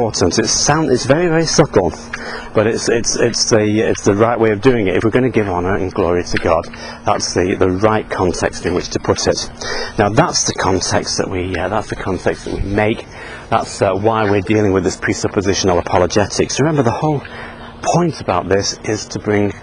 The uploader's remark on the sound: while out walking his dog